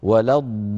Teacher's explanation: إذن حرف المد جاور لاما ساكنة فنقول ولا الضالين. طولنا صوتنا في الألف بسبب مجيء السكون